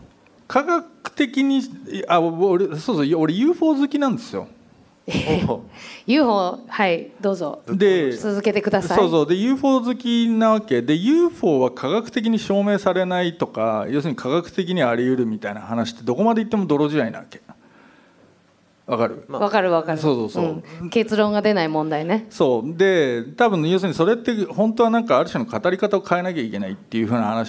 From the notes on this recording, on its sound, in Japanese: 刊行記念イベント として実施された、 【Weed the People上映会＋こんにちは未来 公開収録】。